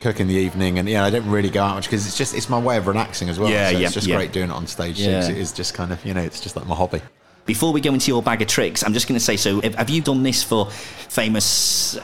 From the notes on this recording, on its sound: out and about in Edinburgh